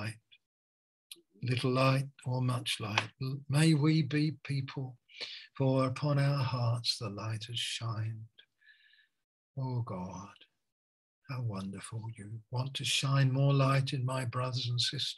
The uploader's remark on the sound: Malaysia Meets (Zoom).